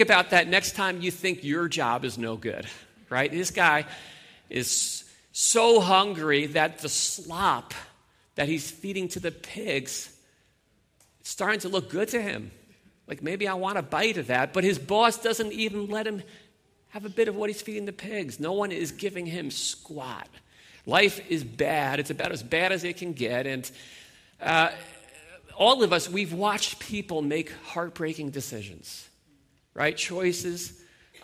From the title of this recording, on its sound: Sunday Morning Worship Gathering